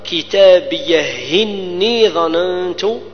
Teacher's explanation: عندما نقرأ بالوصل فننقل حركة همزة إني إلى الهاء الساكنة السابقة · Term: بالنقل، النقل